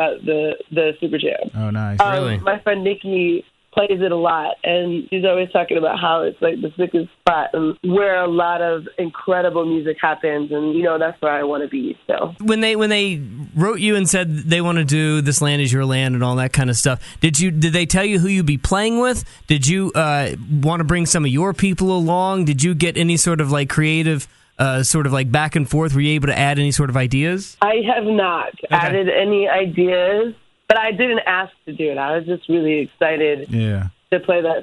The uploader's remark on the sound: special surprise phone call